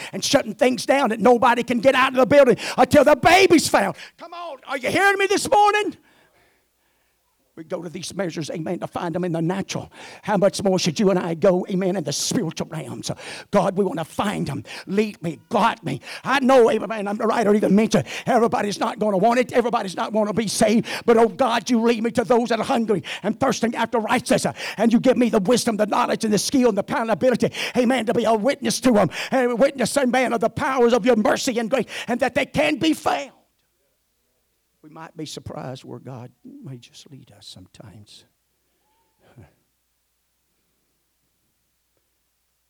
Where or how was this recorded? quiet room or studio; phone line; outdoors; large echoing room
large echoing room